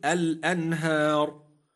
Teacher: الراء ساكنة لأجل الوقف وقبلها ألف مادية تفخم. نعم، ولو وصلنا فيتفخم، ولكن علة التفخيم في الوصل بخلاف علة التفخيم في الوقف.